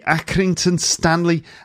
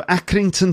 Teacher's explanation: R sounds in words are replaced by this alveolar tap.